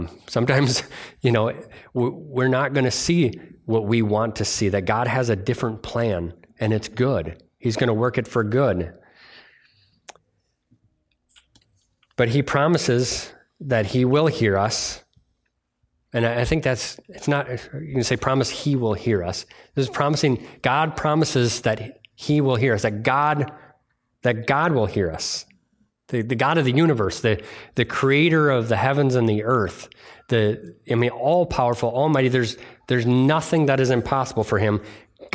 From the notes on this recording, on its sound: Delivered on Sunday, June 11th at Bible Center Church in Maiden Rock, Wisconsin.